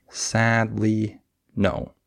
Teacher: I would stress the first syllable. I would have emphasis on sad, not on lee.